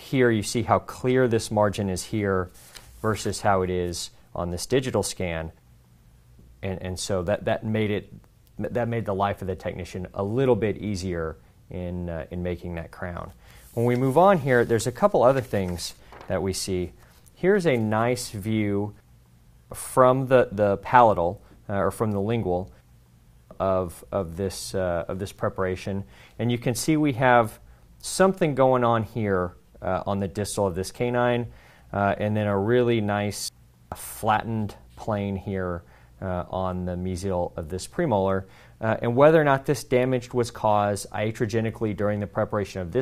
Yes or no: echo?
no